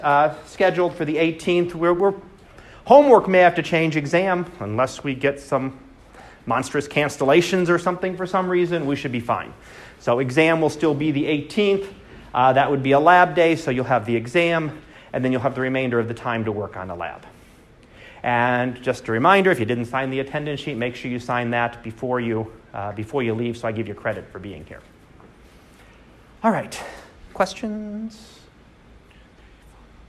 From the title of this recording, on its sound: Live Class Lecture